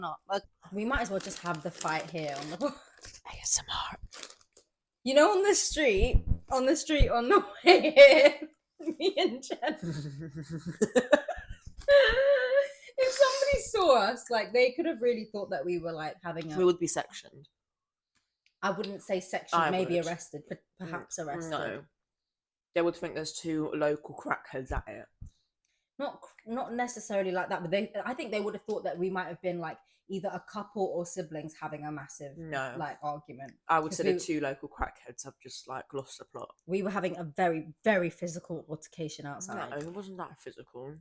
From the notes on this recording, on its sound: Apologies in advance for the sound, my friends are incredibly unprofessional.